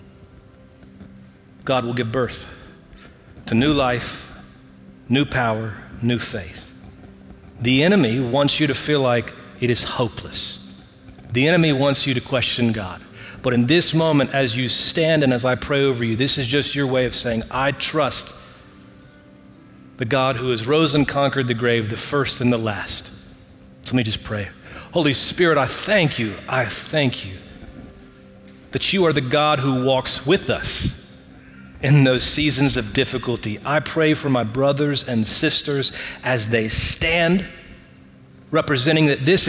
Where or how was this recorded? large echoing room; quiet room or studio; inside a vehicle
large echoing room